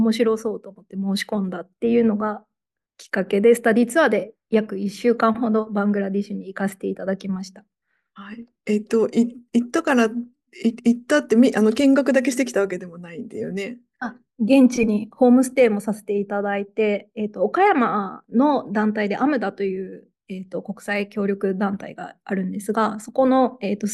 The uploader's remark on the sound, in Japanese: 収録場所： オンライン (Zoom)